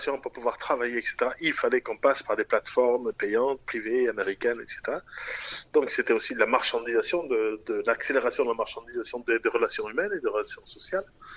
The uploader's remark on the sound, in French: Interview réalisée par téléphone